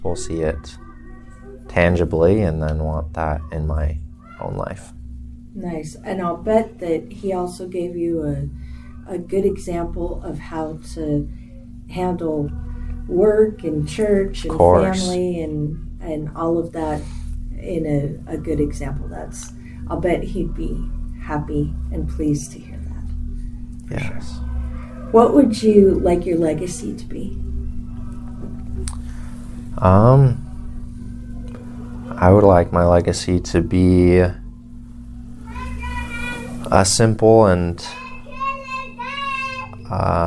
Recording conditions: sounds in the background